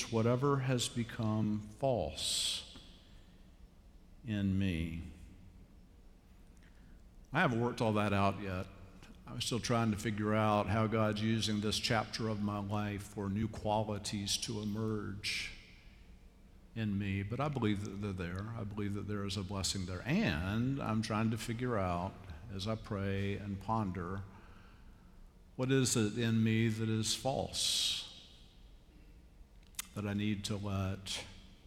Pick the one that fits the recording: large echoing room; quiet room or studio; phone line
large echoing room